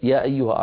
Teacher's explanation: يعني لما أقول يا أيها، إن كنت أمد المنفصل 4 أمد يا أيها 4، إن كنت أمد المنفصل حركتين من غير طريق الشاطبي لحفص من طريق الطيبة مثلا، فأقول يا أيها فأمده بمقدار حركتين. · Term: المد المنفصل